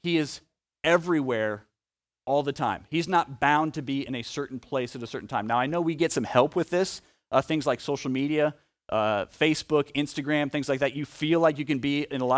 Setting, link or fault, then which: setting, large echoing room